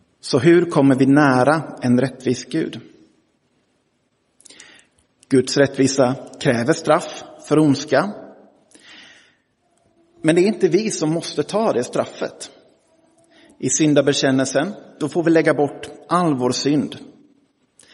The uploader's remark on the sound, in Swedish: Inspelad i Roseniuskyrkan den 10 september 2023.